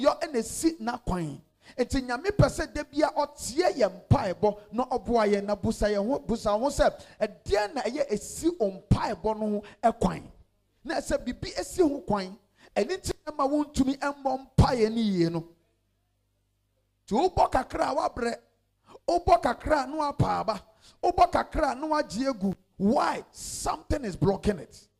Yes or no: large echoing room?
yes